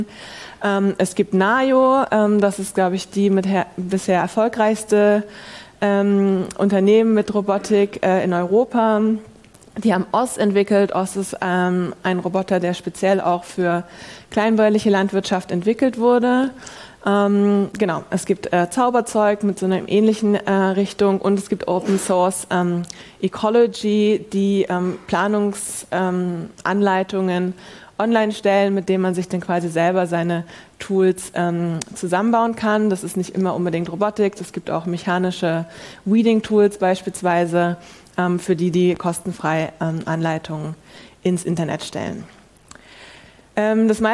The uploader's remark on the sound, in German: Wir diskutieren in einem Live-Podcast-Format. Statt einer PowerPoint gibt es Bilder, statt Vorträgen ein Gespräch und Wissenschaft trifft Praxis.